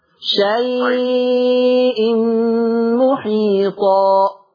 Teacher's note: فلفظ شيء يمد بمقدار أربع حركات